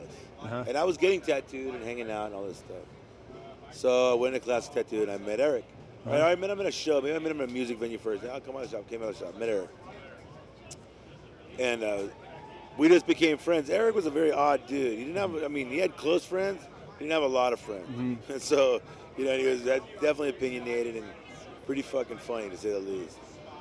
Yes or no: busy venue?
yes